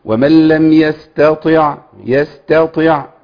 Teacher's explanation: كسر الطاء في حد ذاته بيساعد على تخليص التاء من الطاء